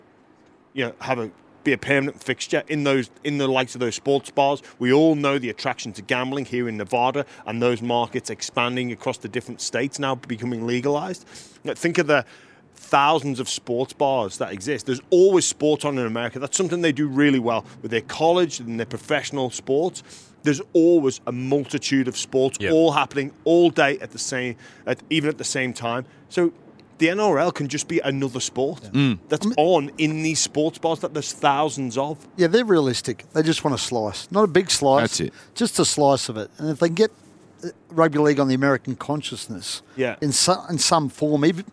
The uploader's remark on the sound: We Are Live From Allegiant Stadium